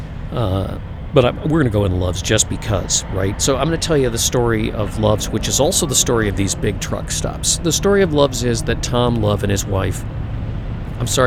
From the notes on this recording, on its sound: it’s time for a podcast live from the Love’s